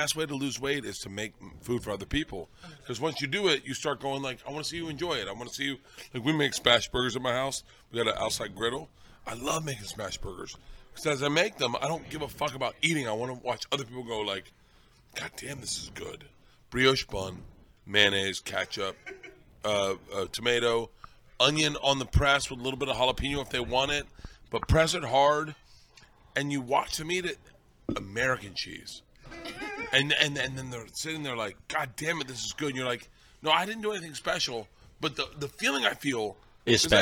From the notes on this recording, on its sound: live from the legendary Comedy Cellar in NYC’s Greenwich Village